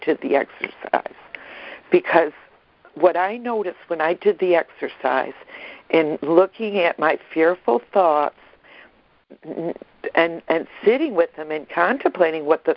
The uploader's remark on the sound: ACIM Daily Conference Call